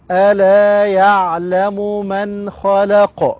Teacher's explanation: القاف مفتوحة نقف عليها بالسكون، وإذا سكنت القاف جاءت القلقلة، نقول قاف ساكنة مقلقلة.